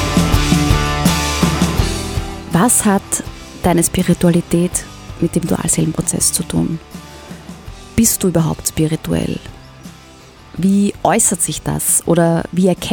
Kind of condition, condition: setting, outdoors